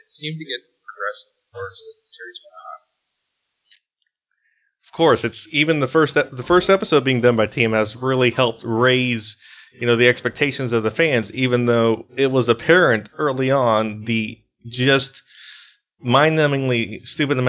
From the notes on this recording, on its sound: We apologize for the bad audio glitches.